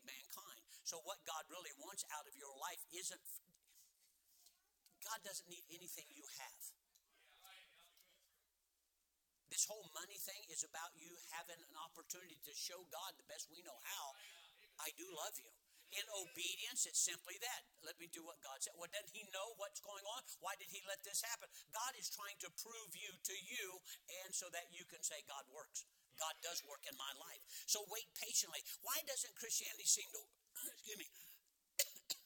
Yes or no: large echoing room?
yes